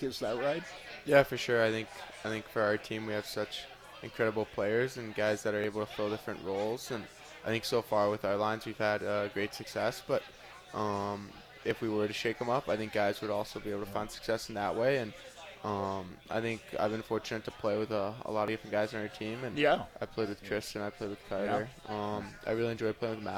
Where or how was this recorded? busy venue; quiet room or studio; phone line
busy venue